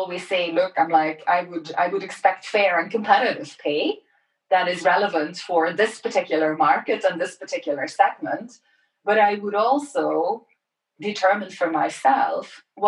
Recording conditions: video call